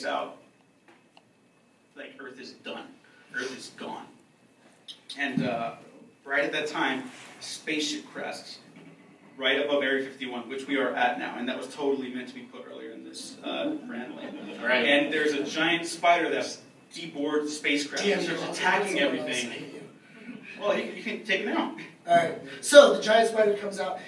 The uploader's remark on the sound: The Waffle Press Podcast held our first ever panel at LA Comic Con.